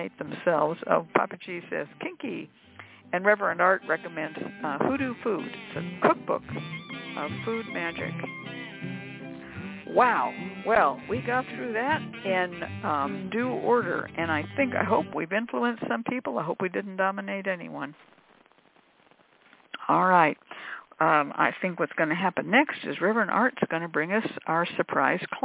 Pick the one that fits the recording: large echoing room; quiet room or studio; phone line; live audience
phone line